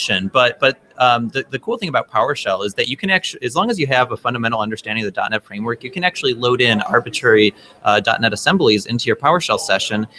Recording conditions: busy venue